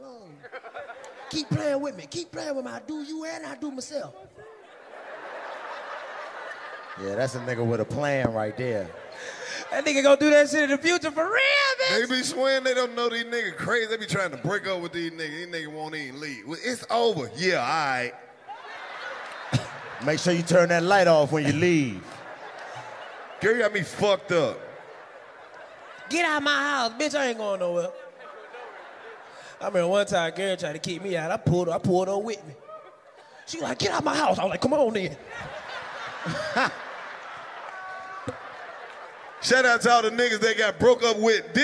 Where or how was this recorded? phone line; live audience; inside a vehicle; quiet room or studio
live audience